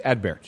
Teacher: It's not a hard sort of plosive T, but it is audible.